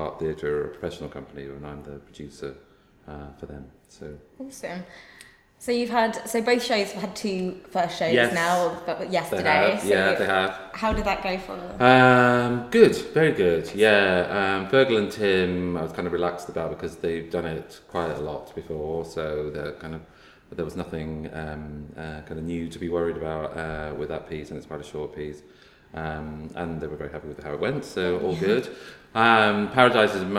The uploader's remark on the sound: This episode comes to you directly from the International Dublin Gay Theatre Festival 2017.